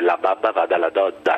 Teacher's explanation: c'è una diminuzione delle risonanze nasali perché il naso è occupato da forme infiammatorie, come ad esempio quando abbiamo un raffreddore, oppure dagli adenoidi. · Term: rinolalia chiusa